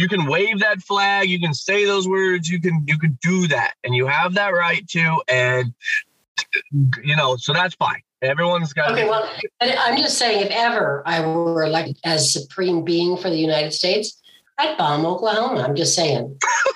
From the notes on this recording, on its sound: We are so sorry for the audio quality!